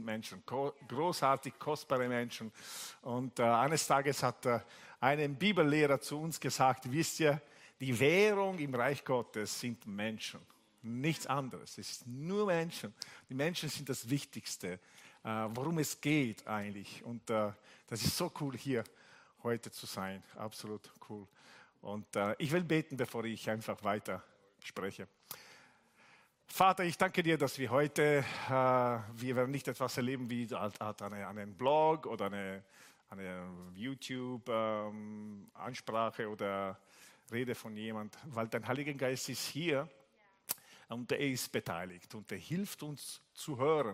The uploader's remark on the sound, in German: Gottesdienst live aus der LIFE Church Wien.